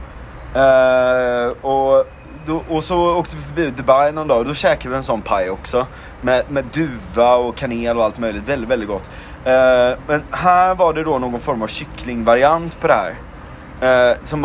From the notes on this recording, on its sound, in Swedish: Dåligt ljud, avsnittet är inspelat på en takterass med massa pastis och cigg i kroppen och tutande bilar som bidrar till kaoset i denna episod.